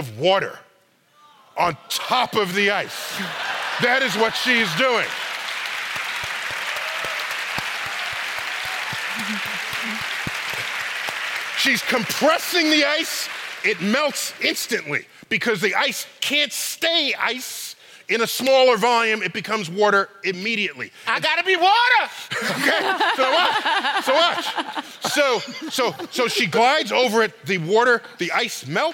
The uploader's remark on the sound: Playing with Science at BAM. Record live at “StarTalk at BAM: Science is Everywhere.”